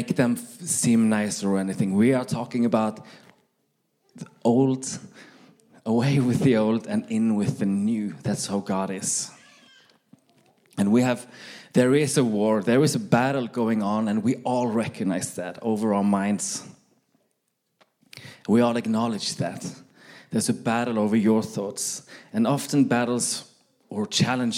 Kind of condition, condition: setting, live audience